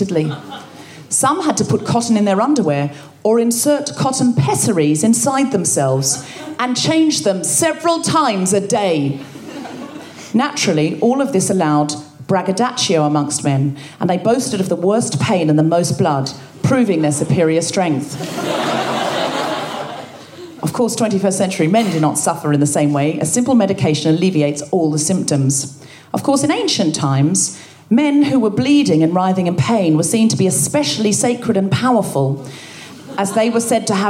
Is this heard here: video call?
no